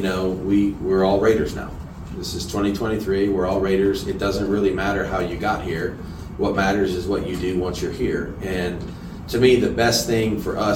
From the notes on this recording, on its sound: Full Press Conference. Take a listen to the entire press conference courtesy of Las Vegas Raiders Insider.